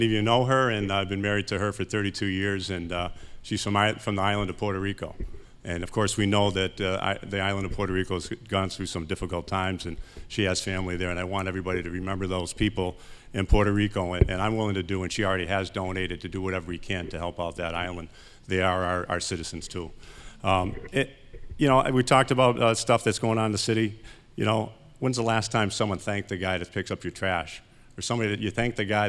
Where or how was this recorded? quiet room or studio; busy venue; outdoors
busy venue